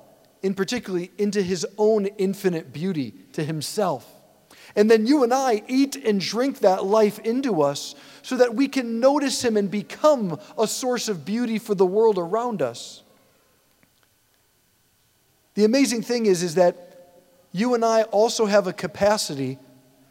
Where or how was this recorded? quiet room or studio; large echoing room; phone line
large echoing room